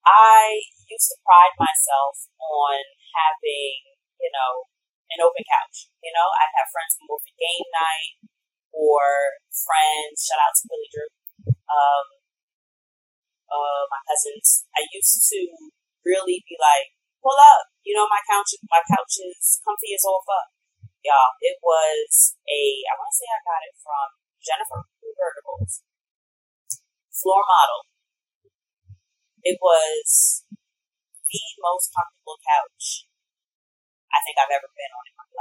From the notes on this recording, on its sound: Heads up, there was an error in my recording! The audio quality isn’t the greatest, but you can still hear it all.